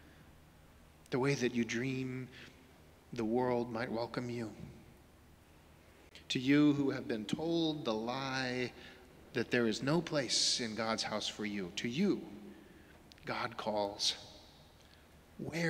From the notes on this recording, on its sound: Sermons from Old South Church in Boston